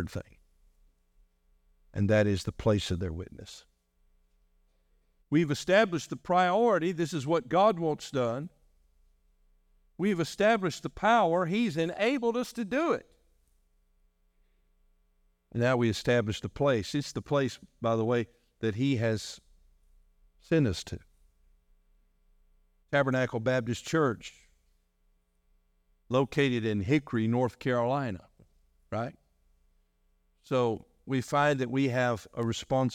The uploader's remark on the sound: delivered on January 21, 2024, during our morning service